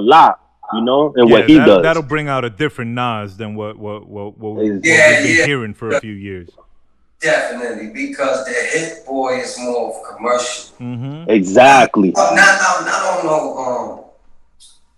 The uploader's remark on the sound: we hop on the Zoom